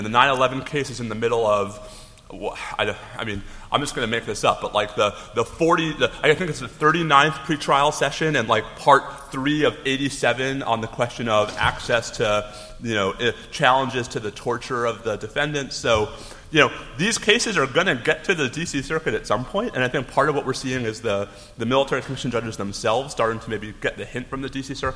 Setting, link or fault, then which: setting, live audience